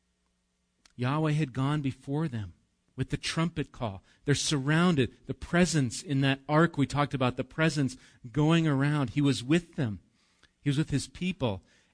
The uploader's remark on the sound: Recorded live at Bethany Bible Church on 4/7/19